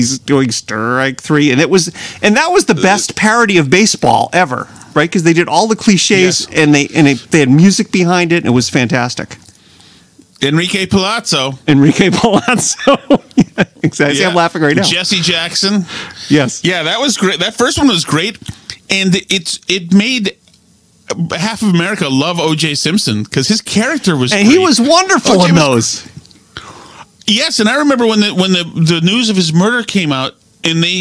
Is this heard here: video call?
no